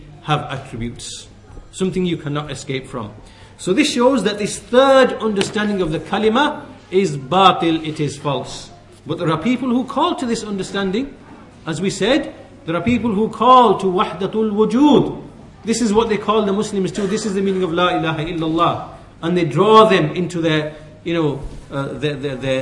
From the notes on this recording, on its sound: at the Leeds, The Correct Path conference